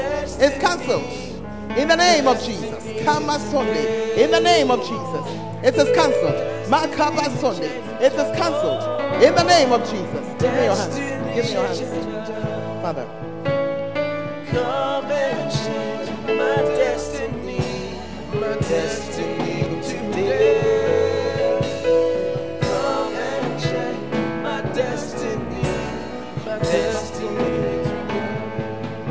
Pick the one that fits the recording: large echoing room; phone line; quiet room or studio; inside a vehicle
large echoing room